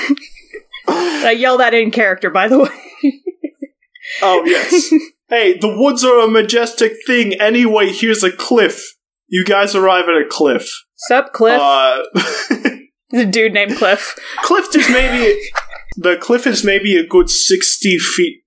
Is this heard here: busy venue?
no